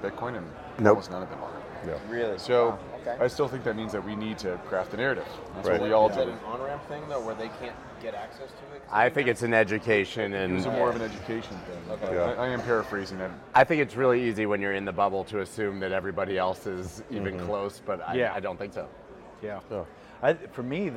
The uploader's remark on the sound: We sat down at Bitcoin Miami